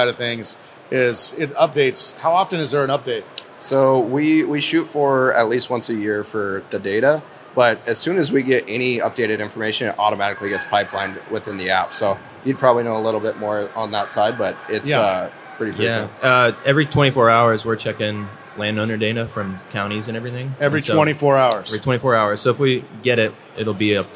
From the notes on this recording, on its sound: Live from the Pacific Northwest Sportsmen's show.